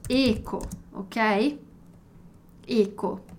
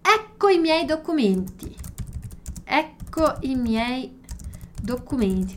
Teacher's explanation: Ecco tem dois Cs, então o som do C é mais alongadinho · Shown in: second take · Term: doppia